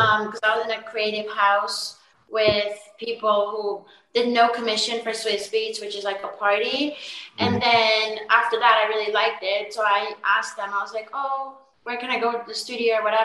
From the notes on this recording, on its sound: Full zoom interview.